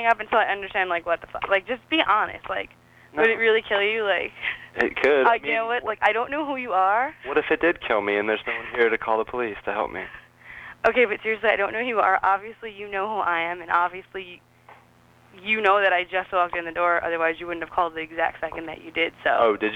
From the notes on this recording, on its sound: Prank Phone Calls